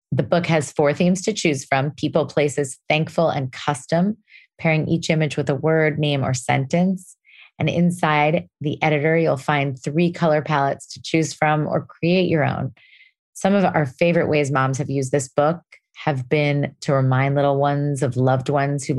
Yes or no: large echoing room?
no